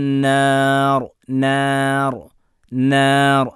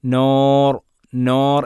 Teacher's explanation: നൂൻ അൻ ന നു നീ എല്ലാം തർക്കീഖാണ്, ലോലമാക്കി ഉച്ചരിക്കുന്ന അക്ഷരമാണ്, തഫ്ഹീമിന് അക്ഷരമല്ല · Shown in: first take